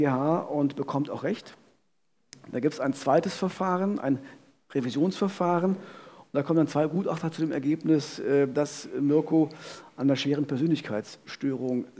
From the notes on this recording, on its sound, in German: Der zweite Teil der Live-Premiere von "Im Visier on Tour" in Frankfurt (Oder).